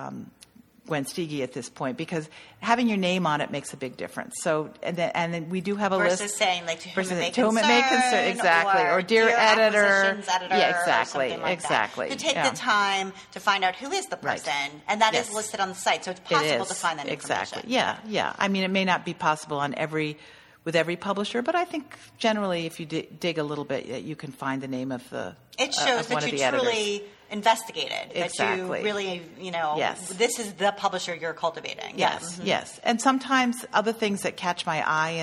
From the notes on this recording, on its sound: We recorded this podcast at Craftcation 2015 in Ventura, California.